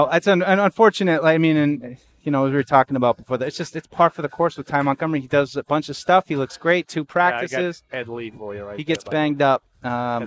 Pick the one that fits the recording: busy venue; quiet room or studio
busy venue